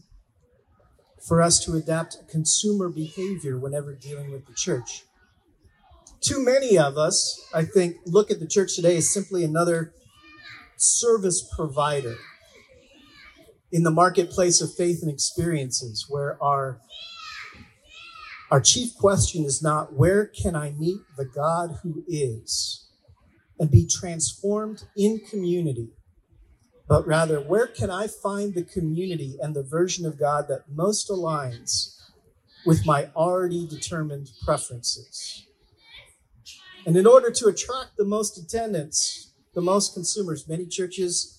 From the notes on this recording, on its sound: Our service was in the park, so you might hear some music from the children’s service, background laughing, and other general park-sounds.